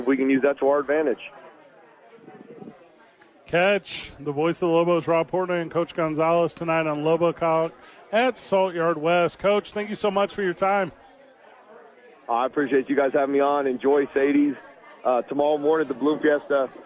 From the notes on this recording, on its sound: live at Sadies